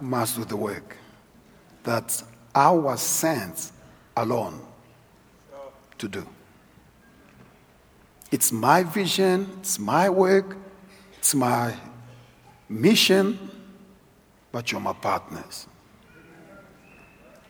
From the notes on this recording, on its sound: preached at our Annual Home Coming Conference, Word Explosion 2022, hosted at Grace Bible Church Pimville on the 17th of September 2022